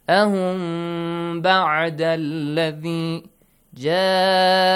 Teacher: Mim sakin plus ba, ikhfa. Ahwa, ahum. Hide the mim sound.